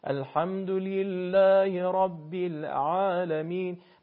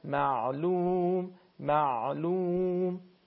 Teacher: زمانی که شما حرف عین رو تلفظ میکنید، میگن انگار حرف کش میاد، یعنی اصطلاحی که در تجوید هست، انگار حرف کش میاد.